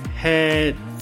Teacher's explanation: head 可以把中间那个元音 a 拉得长一点